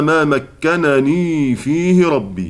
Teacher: يقرأ بالإظهار، يعني يكون عنده نونين، الأولى مفتوحة والثانية مكسورة